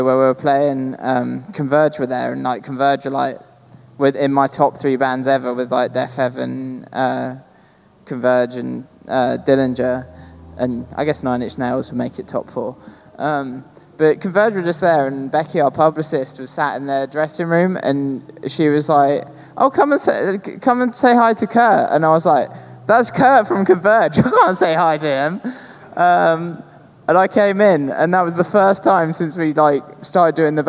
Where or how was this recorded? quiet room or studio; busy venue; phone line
busy venue